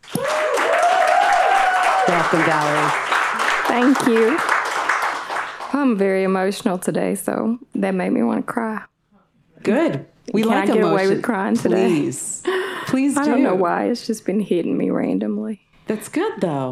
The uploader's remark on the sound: SHEROES Live at On Air Fest. Live in conversation at the annual podcast festival, On Air Fest: Brooklyn.